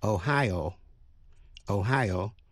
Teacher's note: Tiểu bang Ohio, nhấn mạnh vào vần nhì